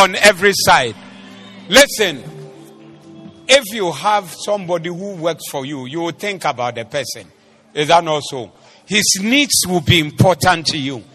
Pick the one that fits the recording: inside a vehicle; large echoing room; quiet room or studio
large echoing room